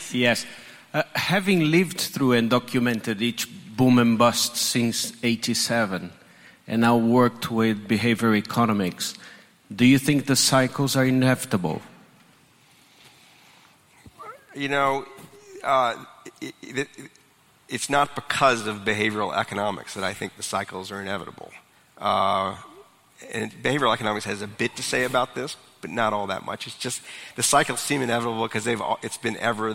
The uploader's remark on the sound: In this week's episode we're featuring a live event from before the pandemic.